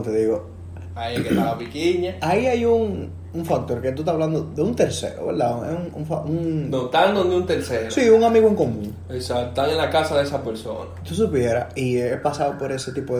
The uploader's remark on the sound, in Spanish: Primer programa de ensayo, donde grabamos con: Un celular, jugando play, en una sala, y más lejos que el diache del mismo cel.